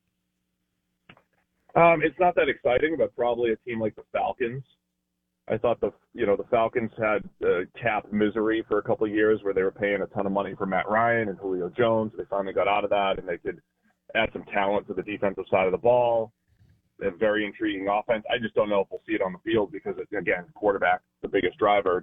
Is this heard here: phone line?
yes